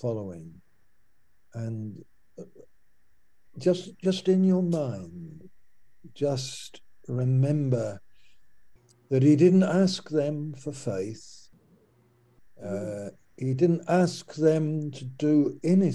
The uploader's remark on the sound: Malaysia Meets (Zoom)